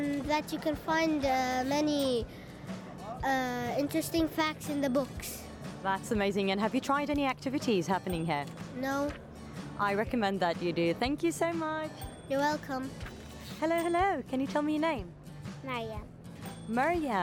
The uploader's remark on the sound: Live from SIBF 2023